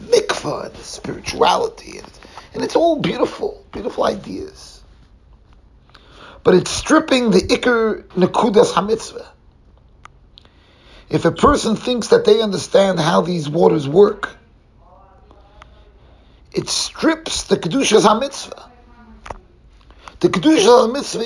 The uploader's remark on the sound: Shiur recorded in the Mesivta Miami Extreme Summer Program, North Miami Beach, Florida.